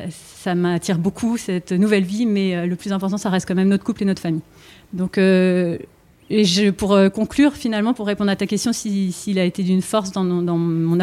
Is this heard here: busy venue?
yes